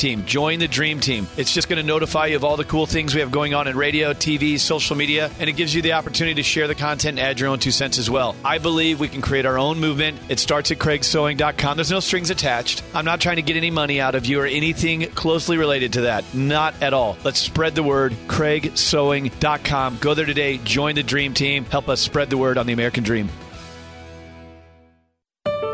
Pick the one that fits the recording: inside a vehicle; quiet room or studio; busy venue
busy venue